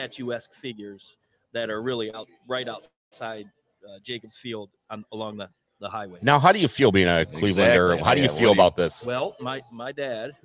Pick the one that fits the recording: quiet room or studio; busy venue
busy venue